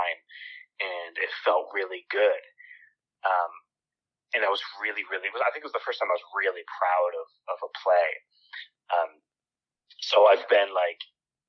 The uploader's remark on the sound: over the phone